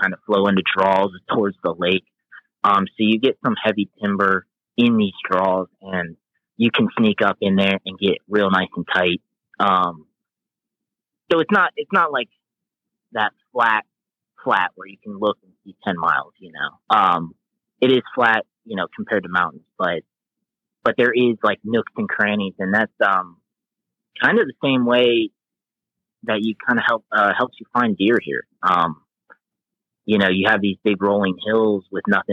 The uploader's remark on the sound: Calls in from Omen Outdoors, an outdoor lifestyle brand making clothing for true blue hunters and anglers.